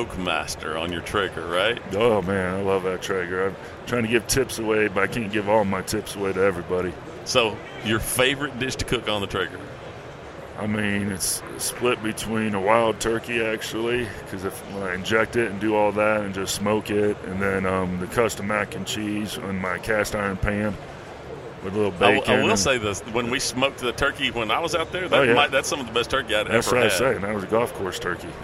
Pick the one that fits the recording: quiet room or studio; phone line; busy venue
busy venue